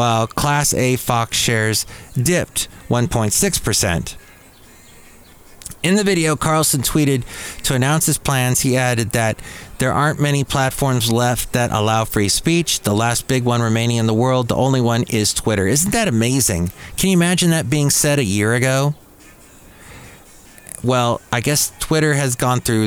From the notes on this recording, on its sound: podcasts live from Café Anyway